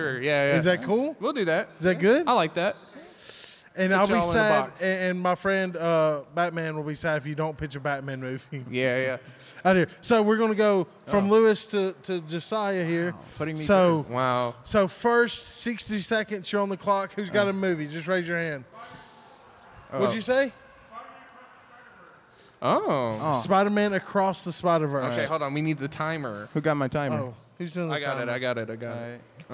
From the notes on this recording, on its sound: Join us for a thrilling live podcast recorded at the Mississippi Comic Con! Take audience suggestions to create exciting movie pitches on the spot.